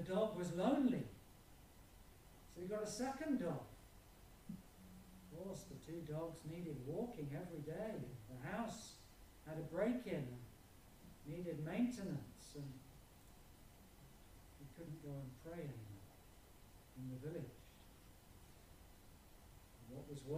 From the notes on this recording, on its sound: Apologies for reduced sound quality on this video.